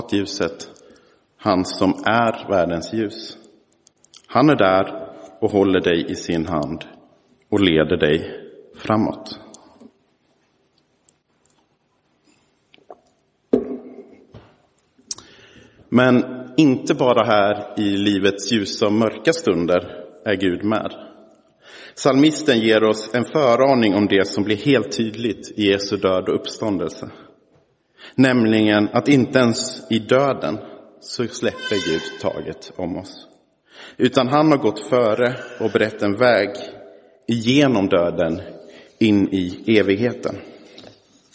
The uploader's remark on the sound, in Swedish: Inspelad i Roseniuskyrkan den 19 november 2023.